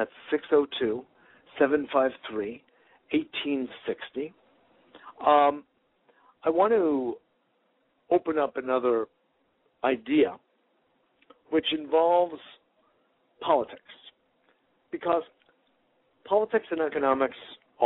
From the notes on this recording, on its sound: Today is a chance for listeners to call